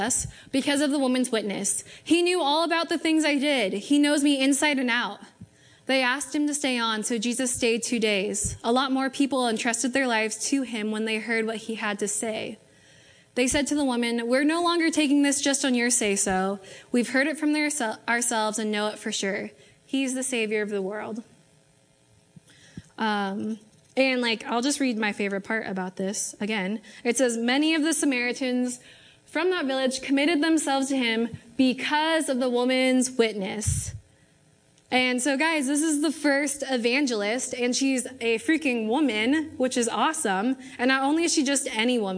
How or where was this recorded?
large echoing room